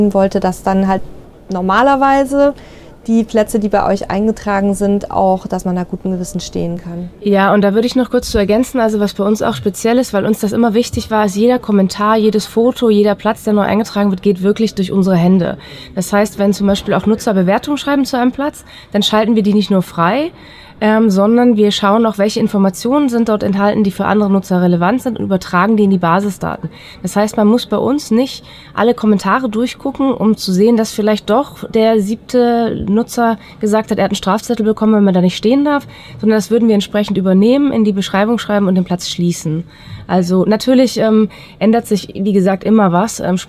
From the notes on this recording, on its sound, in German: Caravan Salon 2023 Interview. Die heutige "Live"-Folge vom Caravan Salon ist gleichzeitig sowas wie ein kleines Familientreffen. Auf der Messe treffen wir sie aber immer.